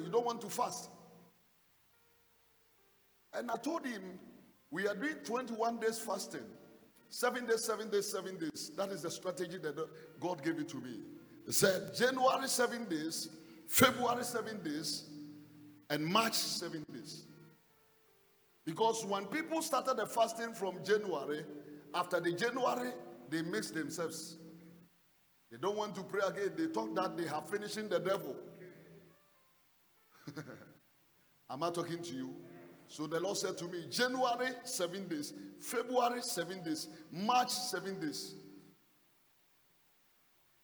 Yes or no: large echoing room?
yes